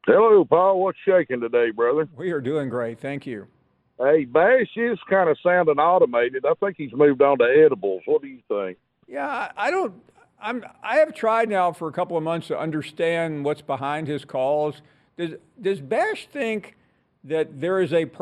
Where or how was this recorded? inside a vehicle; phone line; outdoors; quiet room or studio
phone line